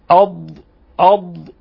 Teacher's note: وإخراج الضاد تخرج من حافة اللسان مع ما يلي من الأضراس العليا